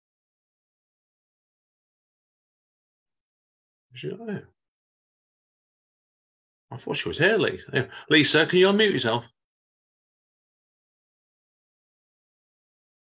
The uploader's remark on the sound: Live Zoom Book Launch